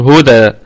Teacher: الكلمة كلها مرققة، والدال فيها قلقلة نسبية وليست قلقلة صغرى، لأن هذه الدال متحركة بالفتح مع التنوين طبعا.